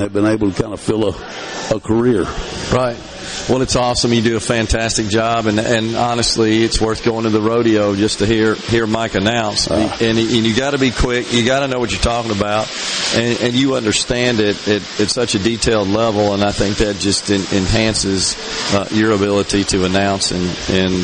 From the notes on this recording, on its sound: LIVE from the Mississippi Trademart for the Dixie National Sale of Junior Champions